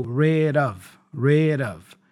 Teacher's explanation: So the D for rid connects with the vowel O for the preposition of, and it has that flap sound, da da da da.